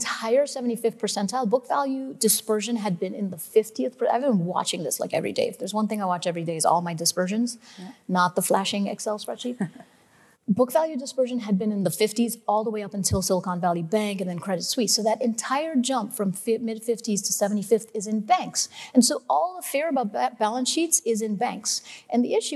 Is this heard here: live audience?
yes